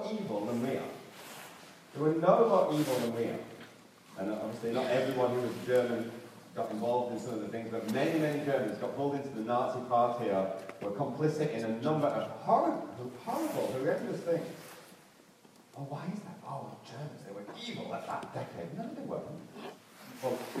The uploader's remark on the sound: Due to technical problems, the first part of this sermon was not recorded and the quality of this recording is poor.